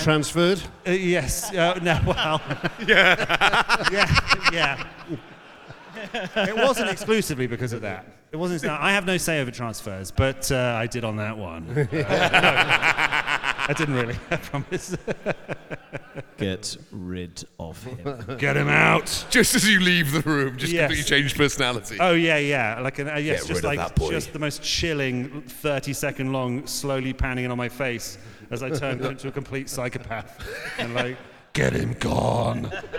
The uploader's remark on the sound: Live At The William Aston Hall, Wrexham.